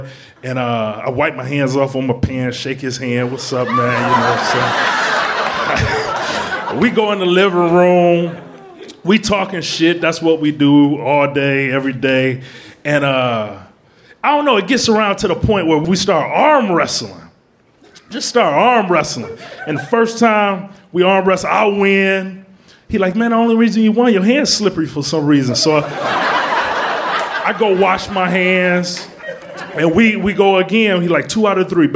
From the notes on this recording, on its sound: Live From Chicago! At our very first show in that toddlin' town!